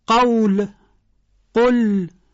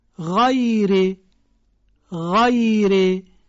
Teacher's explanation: مورد بعدی حرف غین هست، صدای حرف غین مثل قرقره کردن آب در گلو با جریان صوت همراهه، برخلاف حرف قاف که صداش به صورت انفجاری ادا میشه، به صورت یک ضربی ادا میشه · Shown in: first take · در قاف ما میگیم قول، قل، اما در غین میگیم غیر، غیر.